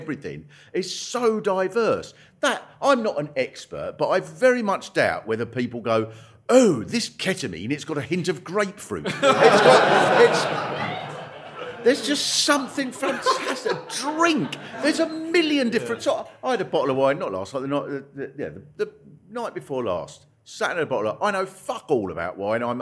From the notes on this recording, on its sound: To record a special LIVE episode as part of the Orwell Festival. Live from The Marquis Cornwallis in Central London (just round the corner from a blue plaque celebrating Orwell).